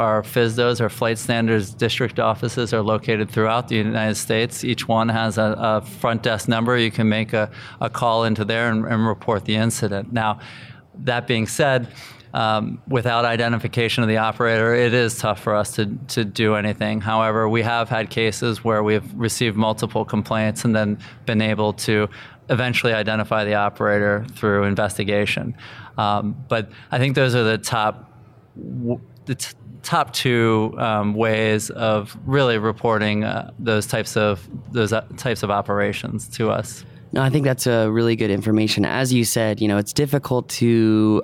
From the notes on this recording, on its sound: Live from the 2019 FAA UAS Symposium